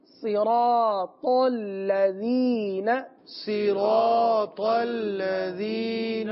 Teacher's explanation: صوت کو تو پور پڑھیں گے، حرف مستعلیہ ہے، را کو بھی پور پڑھیں گے، را پر زبر ہے. ٹھیک ہے، اچھا تا کو بھی پور پڑھیں گے، تا حرف مستعلیہ میں سے ہے.